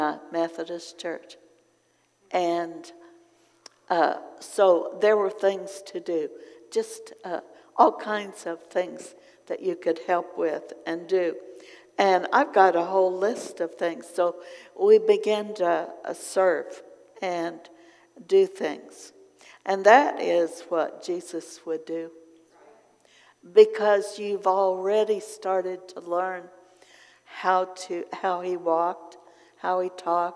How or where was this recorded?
large echoing room